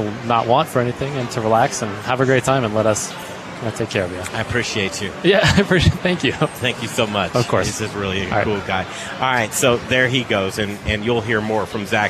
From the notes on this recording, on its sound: We're live from inside the kitchen from the Bindery to promote their "Chefs Table" option for dining in this hot new Denver restaurant!